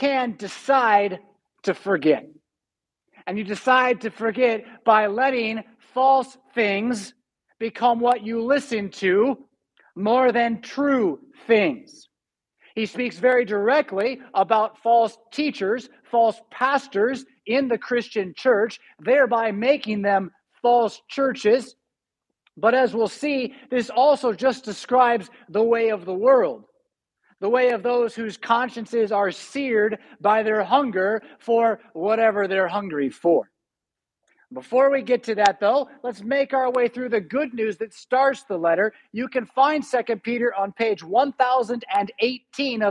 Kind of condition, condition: setting, large echoing room